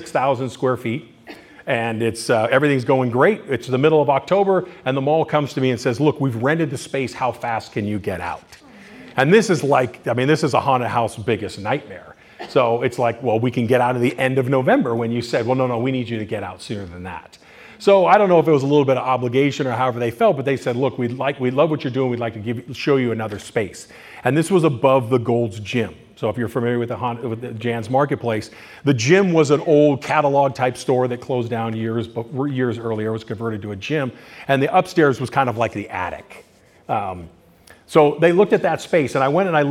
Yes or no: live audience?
yes